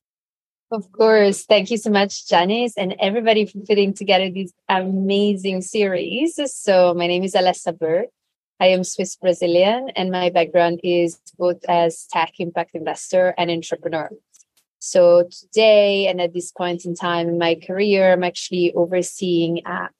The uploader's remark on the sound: Recorded LIVE on July 28th, Zoom, 1pm CET